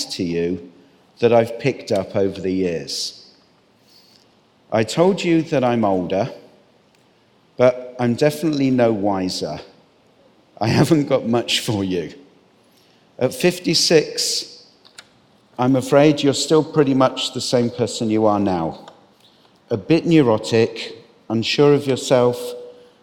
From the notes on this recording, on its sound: This week’s episode of Conversations of Inspiration was recorded LIVE at St Mary’s Church in Marylebone London, as part of the most incredible day in the small business calendar, The Congregation of Inspiration 2019. Recorded live, in a London church with the light streaming through the stained glass windows.